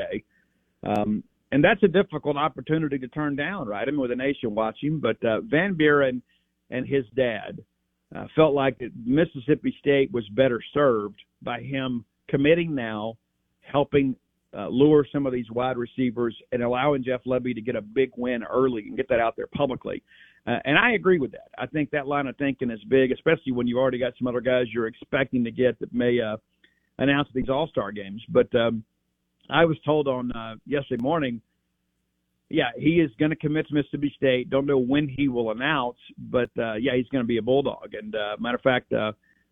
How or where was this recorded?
phone line